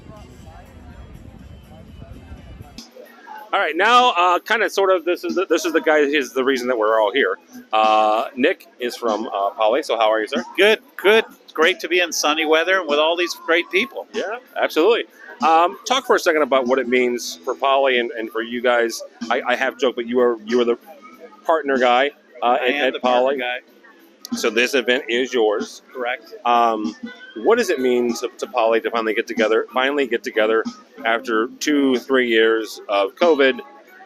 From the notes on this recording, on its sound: Live From Orlando, It’s Enterprise Connect 22. Enterprise Connect is back in person, and we talk to many industry professionals about the collaboration space.